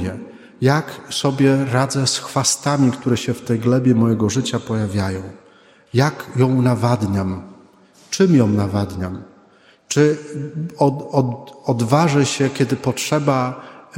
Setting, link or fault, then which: setting, large echoing room